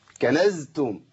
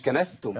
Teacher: تبدل بسين اذا حضرتك وحضرتك تخليتوا عن صفه الجهر · Shown in: second take